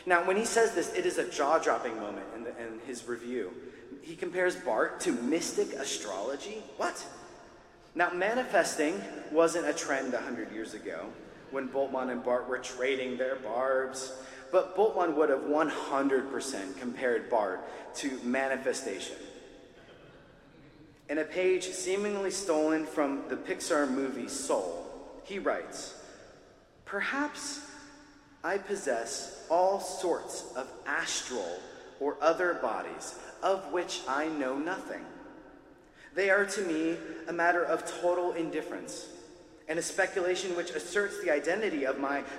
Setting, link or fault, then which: setting, live audience